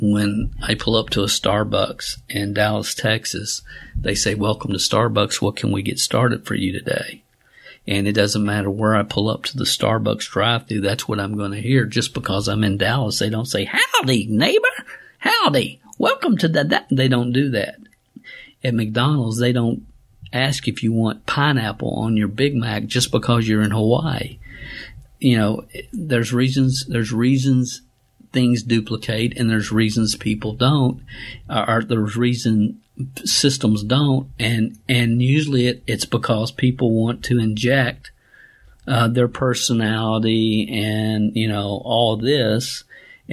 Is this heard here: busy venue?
no